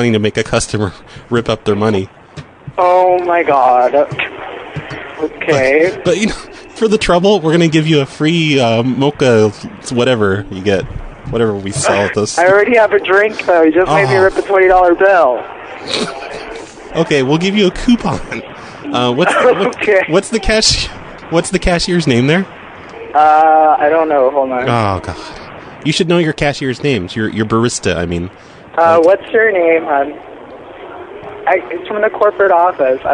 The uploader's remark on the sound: Prank Phone Calls